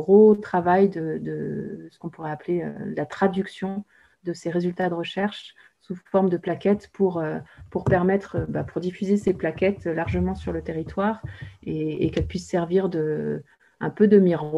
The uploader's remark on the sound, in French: 4 décembre 2020 en visio